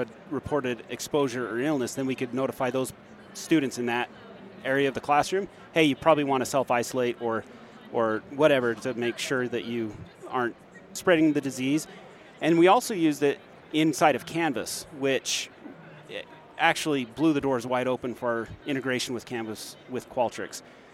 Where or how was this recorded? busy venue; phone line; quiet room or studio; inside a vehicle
busy venue